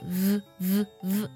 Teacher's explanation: V 发的是一个摩擦音，它要上牙的轻触下唇的内侧。那这里很多同学可能会说，哎，要把下唇咬住，其实不是这个样子的，要轻轻的触碰就行了。如果你咬得太死的话，就像那个 V V 这个气流它会非常难以从口腔里出来，所以这个音呢有一定的诀窍啊，它读作 V V V 要这样去读。第二个字母 E 呢，我们在读的时候它的发音呢不是 I，就很多同学会读作 Y-Y-Wary，对不对？那本质上是把这个元音给读错了。元音我们在读的时候呢，它发的是上下齿一根食指的宽度，哎，一定要记住短促有力，它不是 Y 不是 V，它是 V VV，这样去读的话呢会非常地道。想要系统提升自己的听力发音口语，就来参加